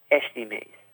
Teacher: the carioca is going to pronounce the este part differently. It's more of a sh sound.